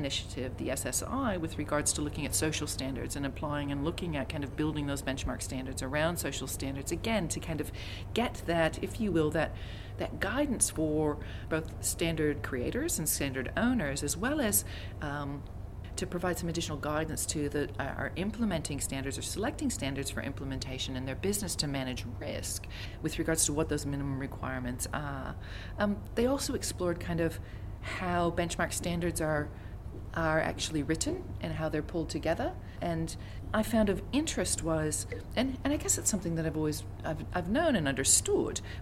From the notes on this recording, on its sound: Onsite at the GFSI 2022 Conference, hosted this year in Barcelona.